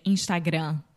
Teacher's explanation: with the final M in Portuguese, we don't close our mouth